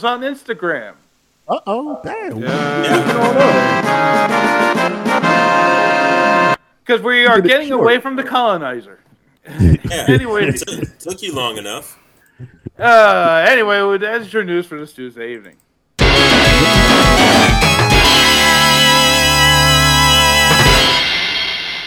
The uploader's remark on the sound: Sorry about the choppy editing and weird references to me disappearing throughout the news. My microphone just wasn't cooperating for some reason.